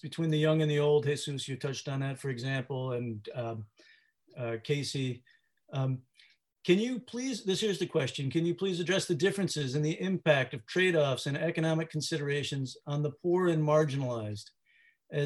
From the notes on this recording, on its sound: This webinar was live-streamed and recorded on May 5, 2020.